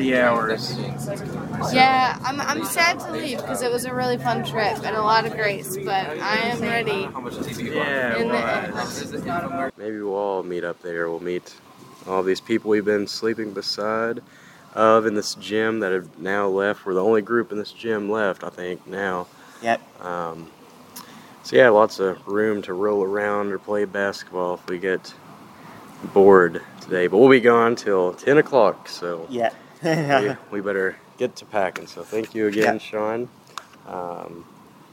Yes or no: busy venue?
yes